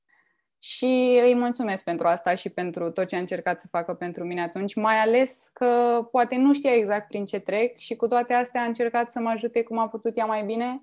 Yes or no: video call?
yes